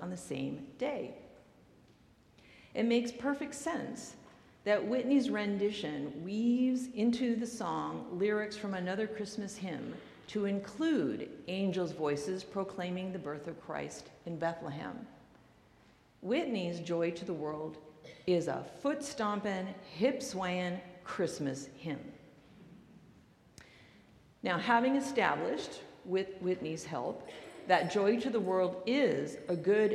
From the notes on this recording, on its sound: recorded live at the 8:00pm Christmas Eve service on Sunday, December 24, 2023.